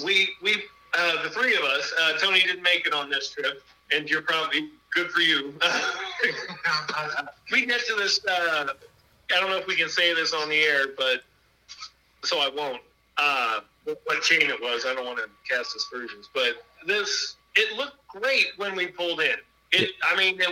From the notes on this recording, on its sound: burnt the phone lines